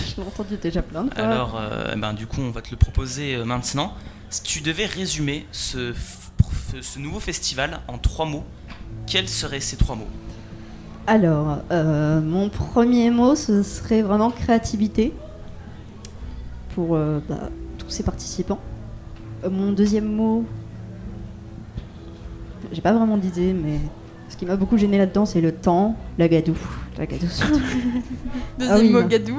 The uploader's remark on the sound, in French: Nouveau Festival 2023. Delta Fm est allée au Nouveau Festival à Cenon (33) pour donner la parole aux lycéens porteurs de projets, venus présenter leur travail.